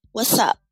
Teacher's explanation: You get rid of that T sound and what's up, and you drop it and just say an S instead.